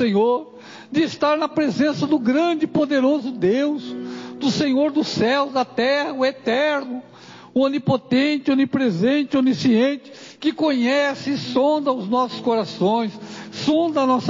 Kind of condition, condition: setting, large echoing room